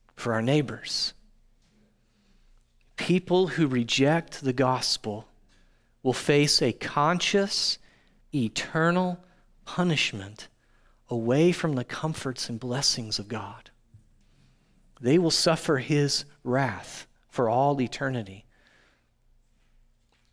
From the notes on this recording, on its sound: audio from New City Church in Champaign-Urbana, IL